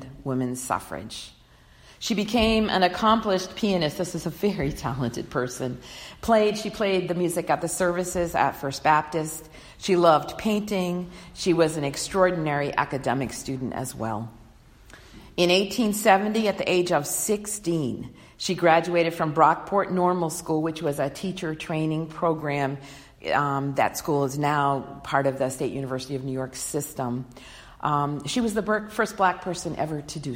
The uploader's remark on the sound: delivered on Sunday, March 1, 2020 at the Unitarian Universalist Congregation in Andover